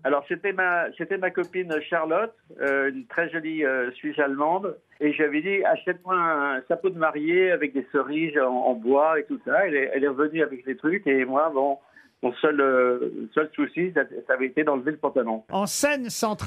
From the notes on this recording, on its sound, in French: Par téléphone.